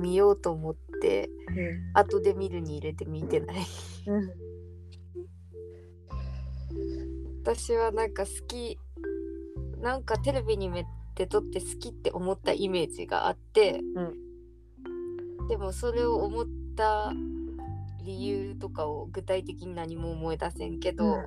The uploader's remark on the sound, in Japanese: 雑音多め。一部どうぶつの森のような音声バグあり。